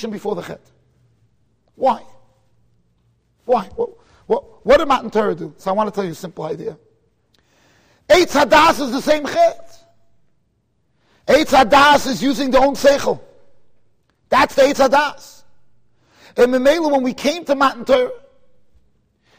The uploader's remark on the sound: Shiur recorded in Kahal Ahavas Yitchok, Monsey NY.